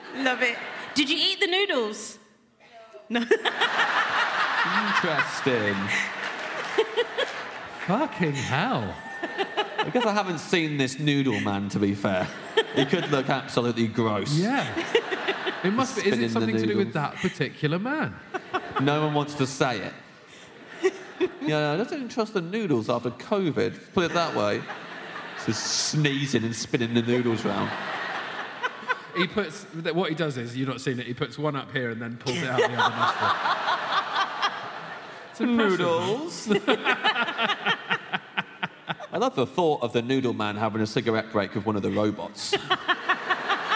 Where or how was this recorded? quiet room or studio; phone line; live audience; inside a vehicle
live audience